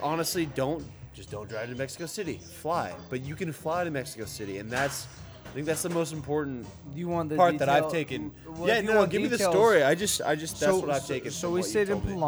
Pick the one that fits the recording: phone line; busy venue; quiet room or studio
busy venue